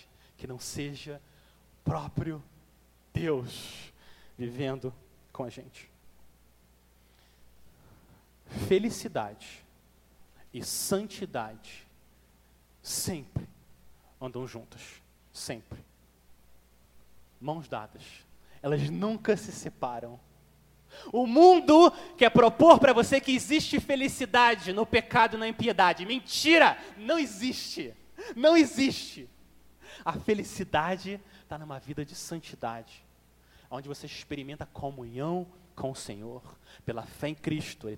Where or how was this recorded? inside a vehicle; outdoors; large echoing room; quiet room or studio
large echoing room